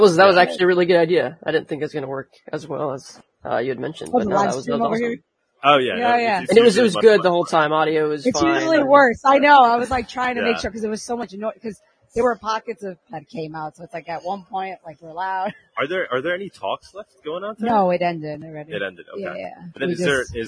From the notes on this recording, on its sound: LIVE from MoneroKon23 in Paralelni Polis, Prague!